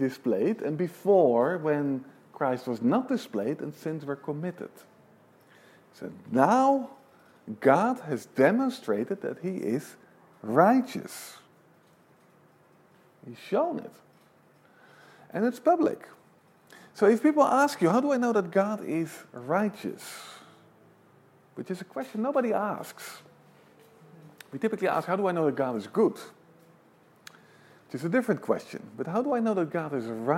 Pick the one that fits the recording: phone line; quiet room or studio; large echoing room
large echoing room